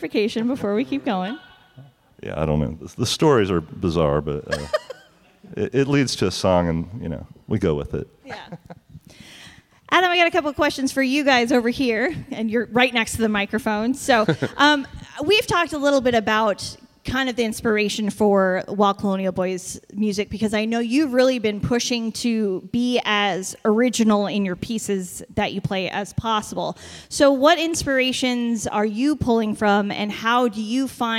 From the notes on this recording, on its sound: Recorded on location at the 2022 Greeley Irish Festival in Greeley, Nebraska.